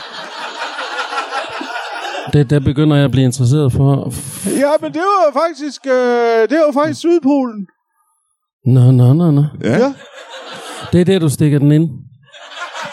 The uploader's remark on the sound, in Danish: LIVE fra Ramsømagle